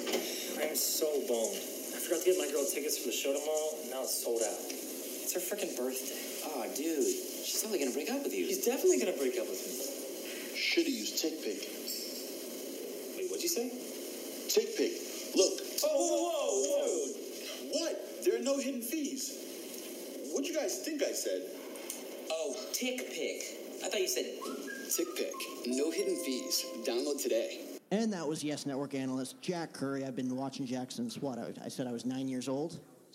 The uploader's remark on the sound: Day 2 at the MLB Winter Meetings LIVE from San Diego